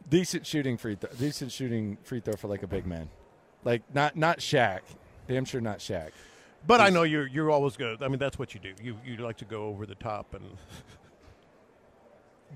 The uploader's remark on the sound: Live At Radio Row in Las Vegas